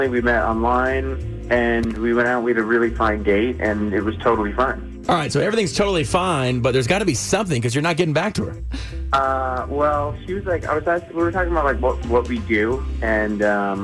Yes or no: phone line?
yes